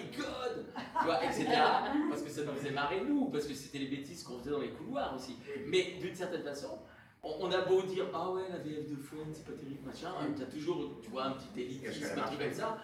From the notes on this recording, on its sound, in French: Voici donc venir la première conférence/rencontre enregistrée lors de POPCON 2020. Il s'agit de la rencontre avec les comédiens de doublage présent sur le salon.